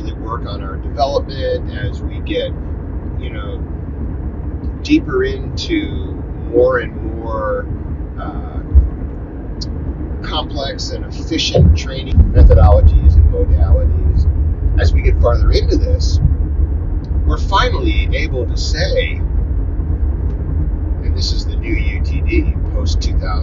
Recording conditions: inside a vehicle